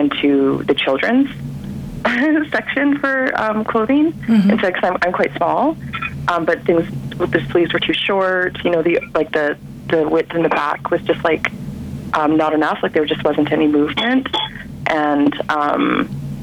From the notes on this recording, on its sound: on the phone for the February edition of Bike Bits